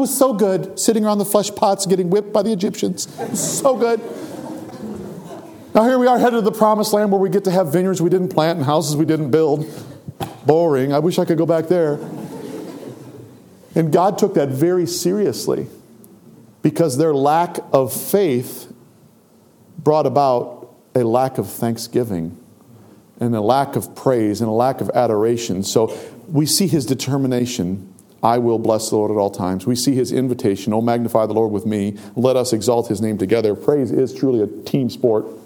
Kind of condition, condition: setting, large echoing room